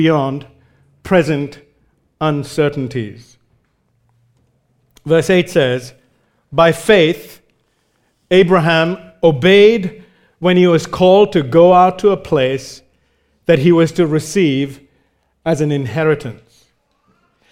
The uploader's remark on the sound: Recorded live at Grace Community Bible Church.